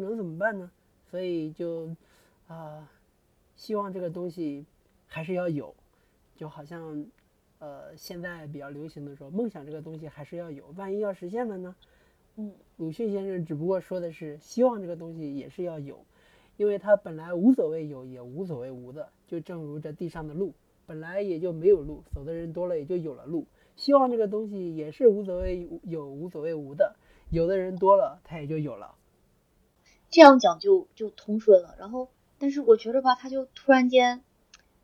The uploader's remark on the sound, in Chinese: 音质稀碎警告：本期杂音较多，建议一个人的时候公放，使用耳机可能会伤害听力。